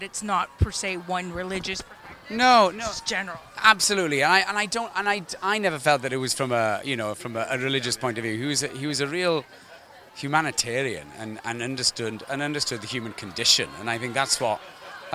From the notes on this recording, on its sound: shot Live-on-Location at their TIFF red carpet premiere